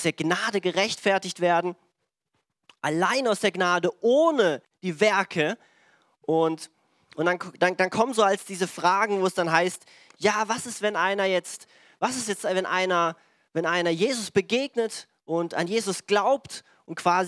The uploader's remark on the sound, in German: Diese Folge wurde am Sonntag den 09.01.2022 in der Gemeinde Kaleo Schopfheim aufgenommen.